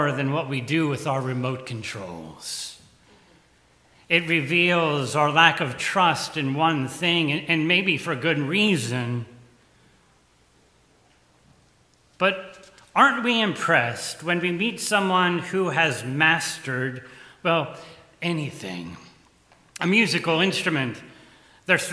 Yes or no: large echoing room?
yes